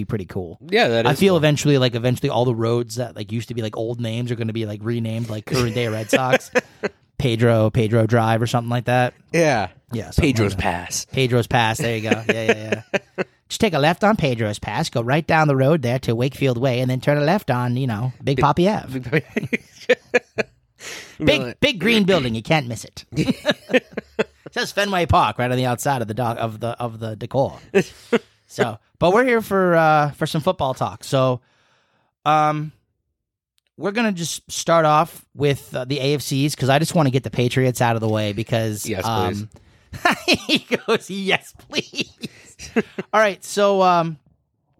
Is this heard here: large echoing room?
no